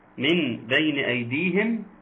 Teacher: إقلاب، نعم، أقلب النون لميم